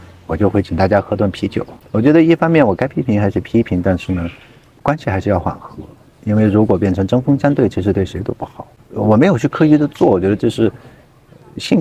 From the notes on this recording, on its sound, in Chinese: 这是《稚园稚造》第一次在户外聊天，大疆“小蜜蜂”收音效果有限，但主体声音还是清楚的。背景里有咖啡机研磨的声音，有周边三三两两的聊天，也有山脚下湄公河上突突驶过的大小游船。所有的声音在收音器材中都被同比放大了。